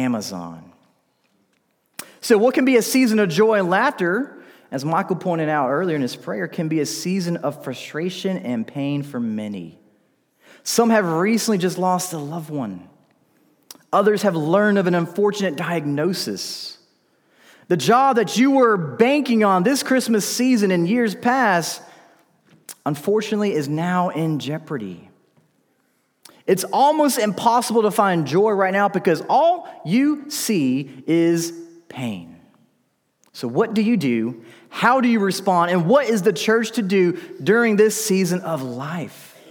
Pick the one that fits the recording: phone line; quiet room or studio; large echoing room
large echoing room